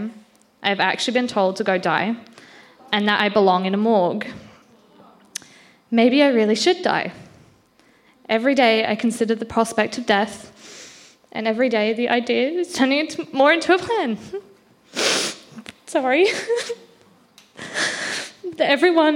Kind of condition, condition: setting, live audience